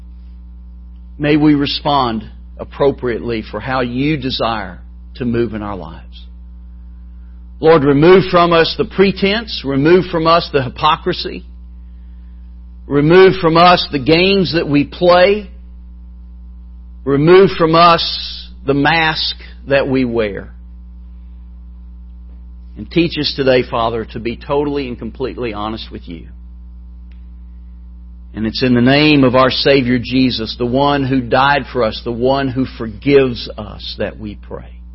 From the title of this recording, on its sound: MBC Spiritual Renewal Service Morning Service